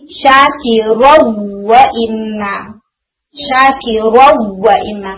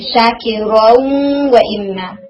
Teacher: ٹھیک ہے، تو یہاں پر جو نیزل ساؤنڈ ہے وہ نون کی ہے. نون نے اپنا مخرج تو چھوڑ دیا مگر اپنی کوالٹیز میں سے غنہ کی کوالٹی کو مرجنگ کے دوران بھی رکھا · Shown in: second take · اس لیے یہ ناقص ادغام ہے.